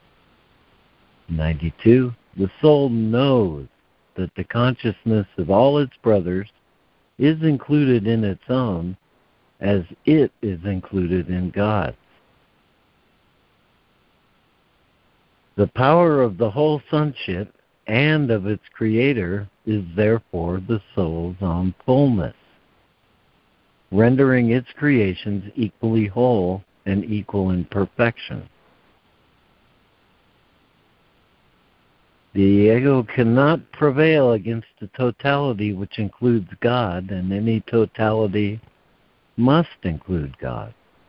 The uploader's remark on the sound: ACIM Daily Conference Call.